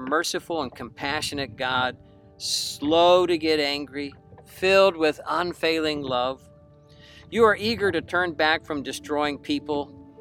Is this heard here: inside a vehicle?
yes